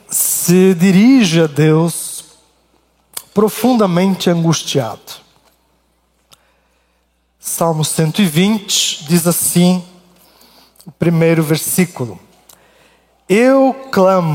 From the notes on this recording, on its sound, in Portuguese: Culto Ao vivo IBMorumbi.